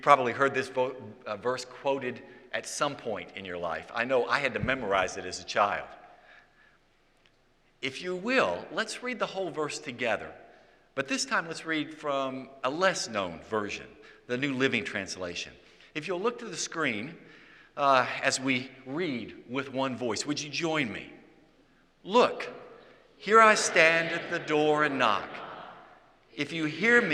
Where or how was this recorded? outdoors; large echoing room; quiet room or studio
large echoing room